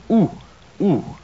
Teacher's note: The lips very round, tongue way back, and the tip of the tongue still against the lower teeth.